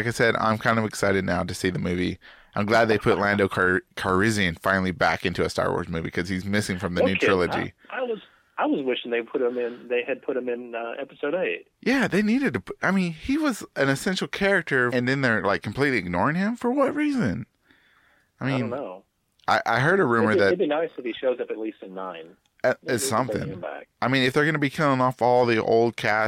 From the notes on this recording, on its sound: Because it was a busy Sunday for us both and I didn’t have time to drive half way across Texas to record with him today. While on the phone.